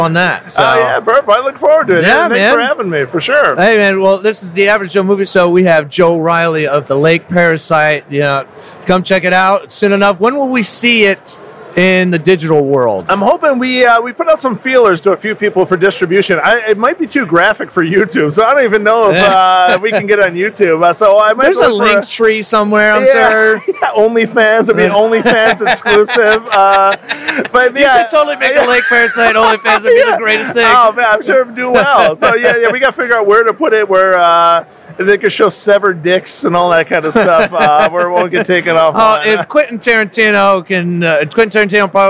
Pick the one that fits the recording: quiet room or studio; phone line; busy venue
busy venue